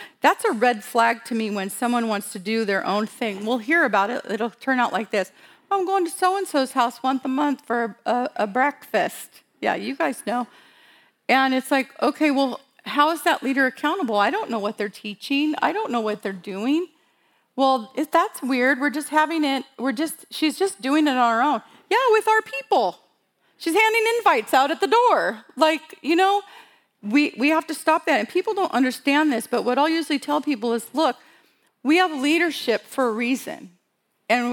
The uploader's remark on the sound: WSL Conference 2022. Sharing content from the Breaking New Ground live event from October 2022. This episode was from a breakout session.